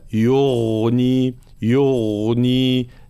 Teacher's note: الغين مفخمة مجهورة لكي لا تصير شبيهة بحرف الخاء، ثم فيها صفة الرخاوة فنعطيها حقها من جريان الصوت، فلا نقول ولا يغني يغني، لا يغني يغني هكذا.